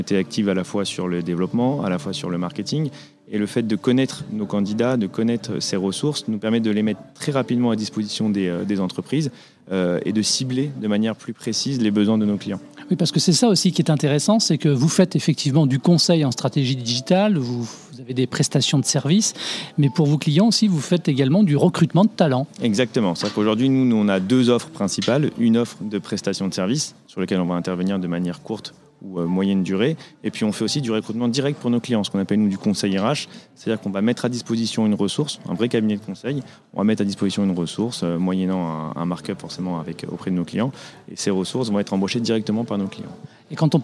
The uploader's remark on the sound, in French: Jobradio est en direct du Précatelan pour la journée RH by LesBigBoss.